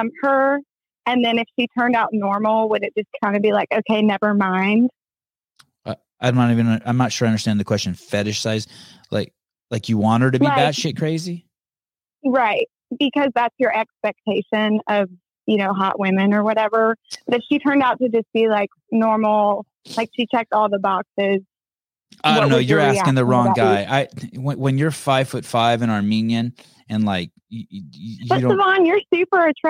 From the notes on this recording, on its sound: Live Call In Show.